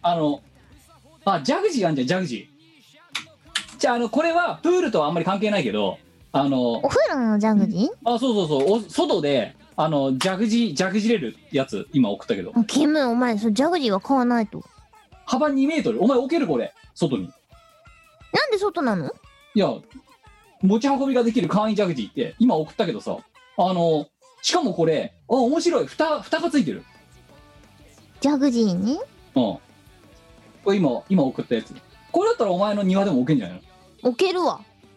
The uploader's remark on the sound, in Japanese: 本番組はリモート収録です。収録時環境の影響により、聴き取り辛い部分があります。今週もリモート収録で四苦八苦。